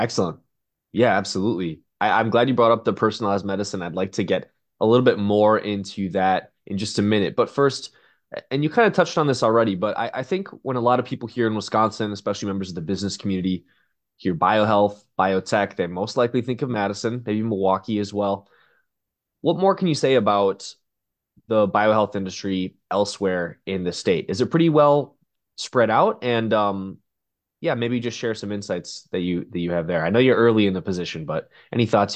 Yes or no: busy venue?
no